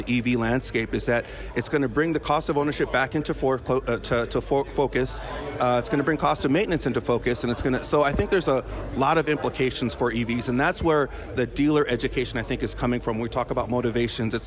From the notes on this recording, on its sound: This episode was recorded on-site during Used Car Week 2023